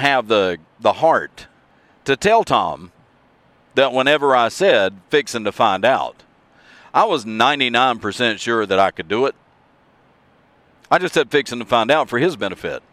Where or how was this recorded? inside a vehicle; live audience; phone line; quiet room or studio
inside a vehicle